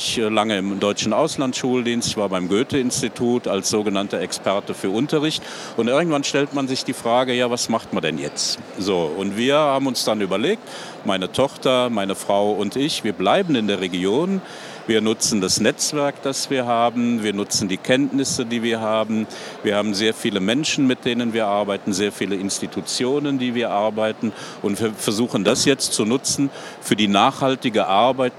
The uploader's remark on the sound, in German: Live auf der ITB 2023 fanden die Sport- und Kultur-Talks statt